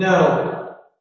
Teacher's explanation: In this case, when I assert something, I have to glide down, I have to fall, it would be like, no. I start very high, and the O is dropping